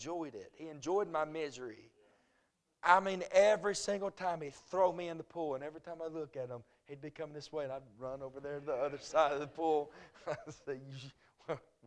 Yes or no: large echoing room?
yes